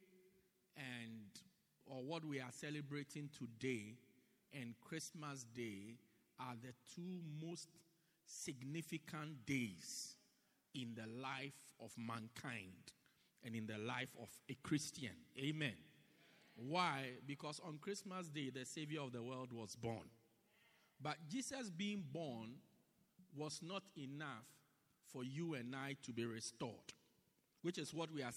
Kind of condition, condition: setting, large echoing room